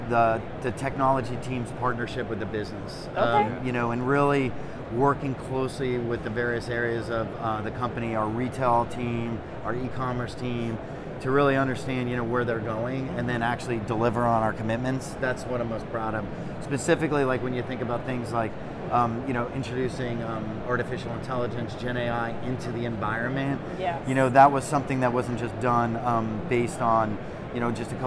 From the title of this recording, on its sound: Live From NRF 2024